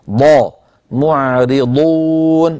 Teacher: الضاد من حافة اللسان اليمنى أو اليسرى أو منهما معا